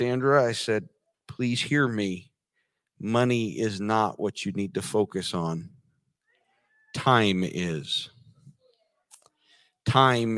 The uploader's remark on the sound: This sermon was recorded live on October 2nd, 2022 at Newark United Pentecostal Church.